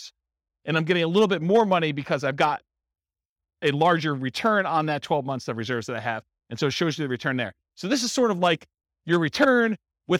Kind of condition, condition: setting, live audience